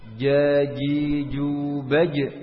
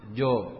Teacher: Kalau lidah bagian belakang terangkat jadi jo · Shown in: second take